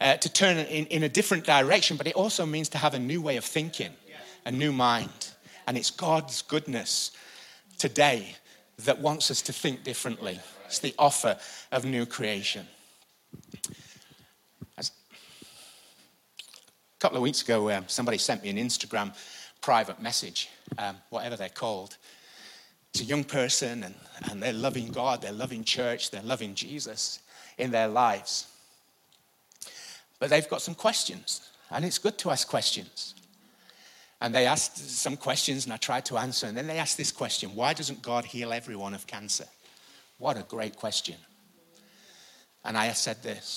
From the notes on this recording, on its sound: IKON Church. Recorded live at the Chesterfield Campus this is the message from the morning service on the 3rd November 19.